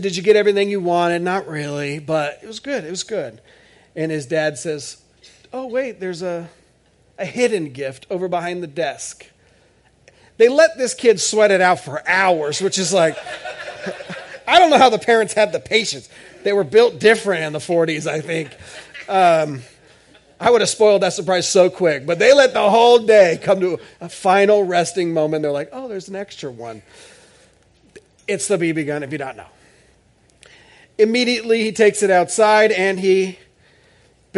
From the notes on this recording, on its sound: This is audio ripped from the Live Service video.